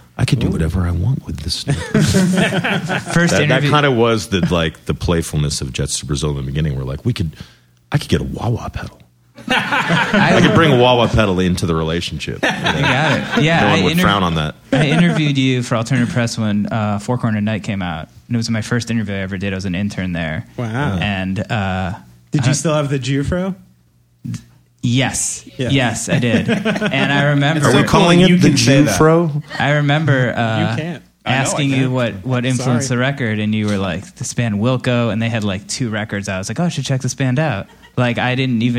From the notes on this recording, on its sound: We recorded live, in front of an audience at the Knitting Factory in Brooklyn.